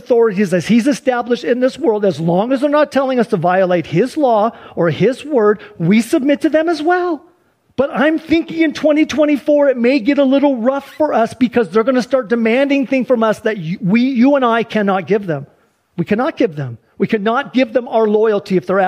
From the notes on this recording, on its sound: Sunday church service livestream